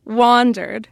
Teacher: So the first syllable, we tend to say higher, unless we're asking a question